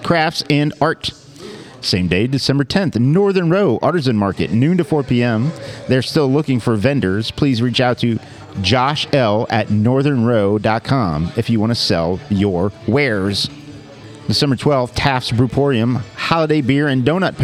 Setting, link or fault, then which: setting, busy venue